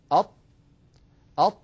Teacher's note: تجدون الصوت منحصر بين اللسان وبين الحنك الأعلى · Term: الإطباق